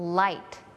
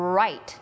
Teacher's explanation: เห็นความแตกต่างไหมคะมันจะมีวูนิดนึงสำหรับ R · Shown in: second take